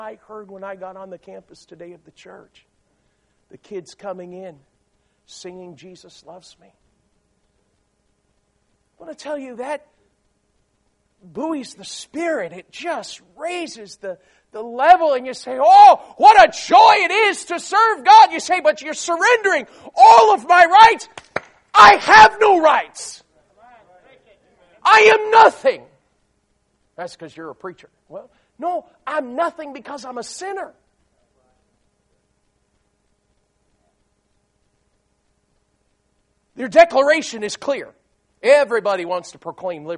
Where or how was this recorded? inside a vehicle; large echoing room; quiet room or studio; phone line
large echoing room